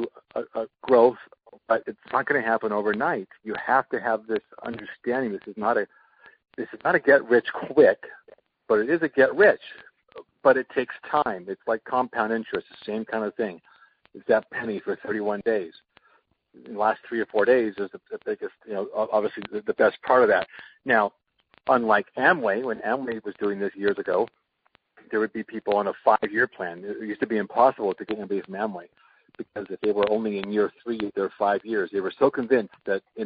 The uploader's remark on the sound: an archive of weekly conference calls